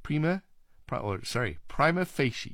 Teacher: The main stress falls on the first syllables of the second word, fei, with a secondary stress on the first word, pri.